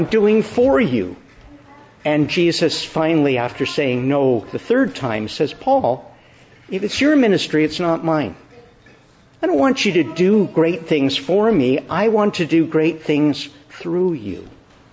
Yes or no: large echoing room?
yes